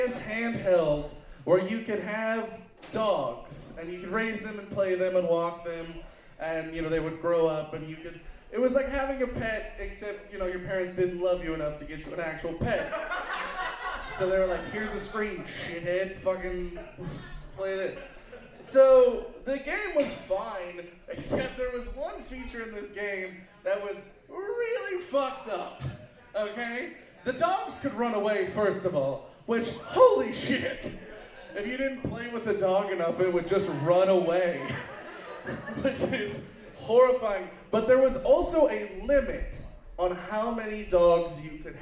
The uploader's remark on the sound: Live From The Centennial Lounge. This week’s episode features winners from the Wednesday Night VFW Open Mic who are selected to perform a special feature show once a month!